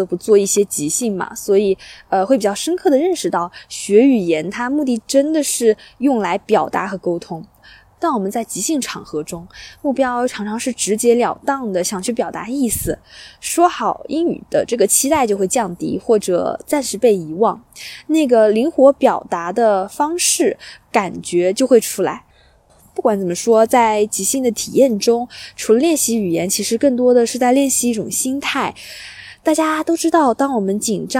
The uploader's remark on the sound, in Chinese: 我在湖边跑步，忽然来了兴致，于是在户外完成了播客录制。你将听到风声、鸟鸣、交通噪音、比较快的语速。